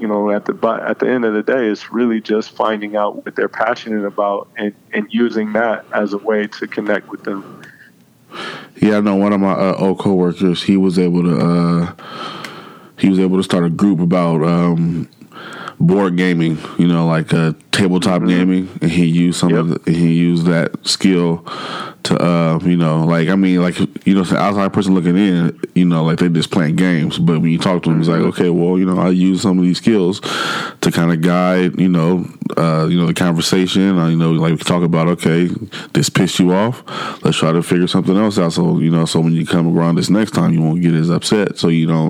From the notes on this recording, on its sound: connects via phone